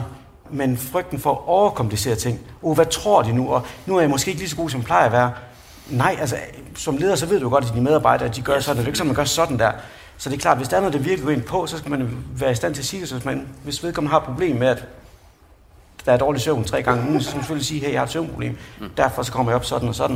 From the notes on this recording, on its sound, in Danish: LIVE-udgave. Episoden er optaget i Musikkens Hus under Vigeur LIVE, som var et arrangement fyldt med spændende oplæg og inspirerende mennesker.